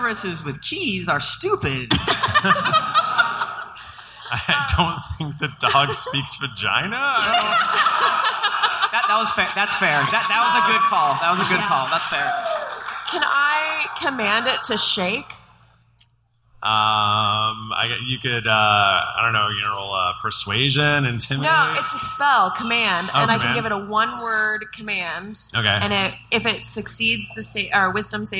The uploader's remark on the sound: GeeklyCon 2017 Liveshow. This episode was recorded live in front of an audience at GeeklyCon 2017!